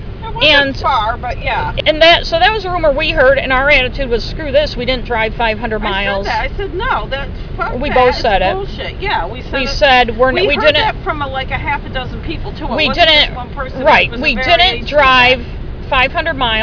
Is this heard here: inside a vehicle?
yes